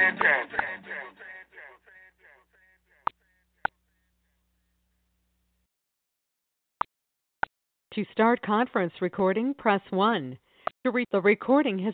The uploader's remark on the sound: TNTSuperfantastic Conference Call